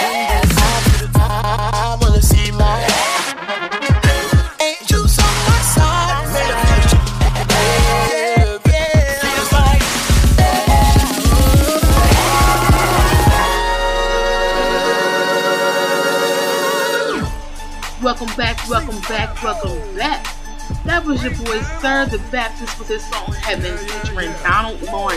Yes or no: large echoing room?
no